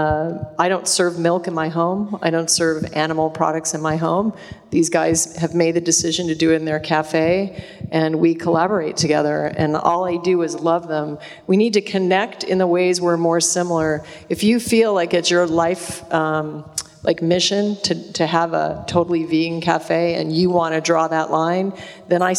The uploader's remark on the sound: Live In Dublin. Took place before a live audience at the gorgeous Smock Alley Theatre this past summer in Dublin, Ireland. I sincerely hope you enjoy our live presentation, which includes loads of great questions from the audience.